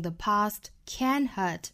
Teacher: 这里的 can 我们需要做重读